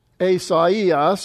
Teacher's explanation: And here we have our deiresis again, splitting these two. It's not pronounced as a diphthong I, but ie.